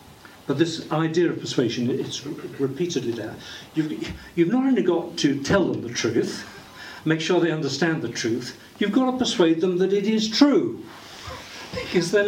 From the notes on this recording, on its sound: Audio from the March 15th book launch